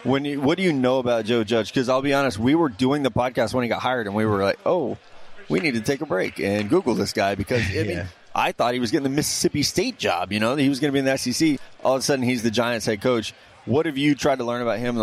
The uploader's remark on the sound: Wild Interviews From Miami. Back on radio row.